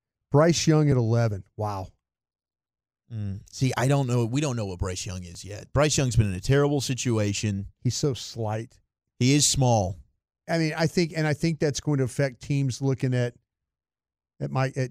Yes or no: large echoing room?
no